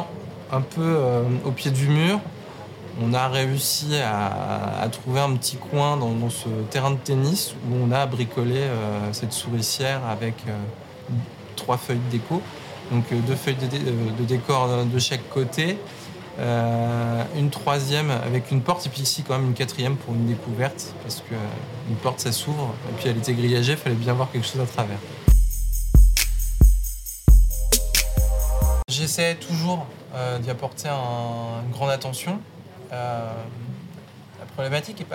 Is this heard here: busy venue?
yes